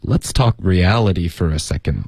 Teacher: 大家注意没有那个 reality 它那个 t 已经变成了 d 啊